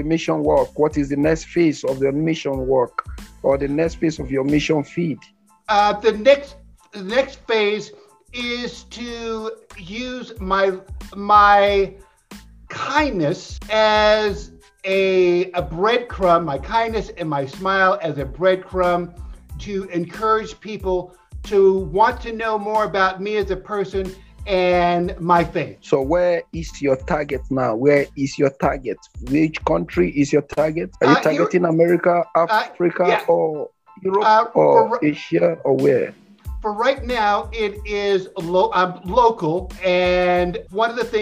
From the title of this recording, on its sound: Online Interview